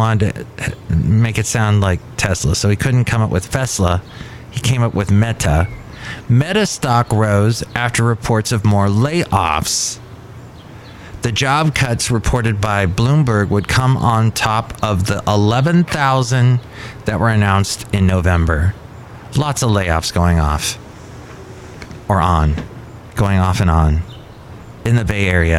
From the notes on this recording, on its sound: podcasts live from Cafe Anyway